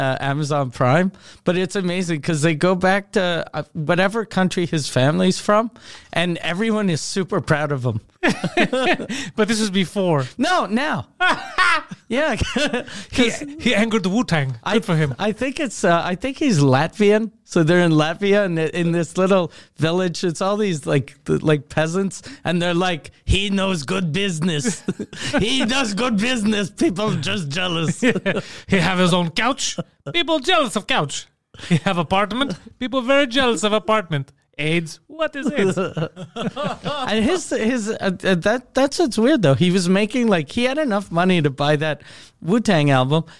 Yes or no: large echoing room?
no